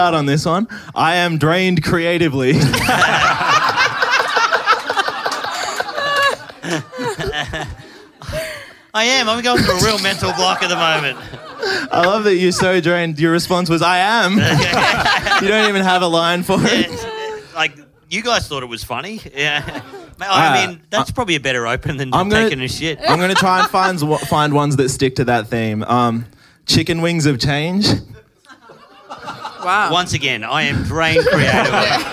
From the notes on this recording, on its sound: Live in Melbourne! Another killer live ep recorded in Melbourne.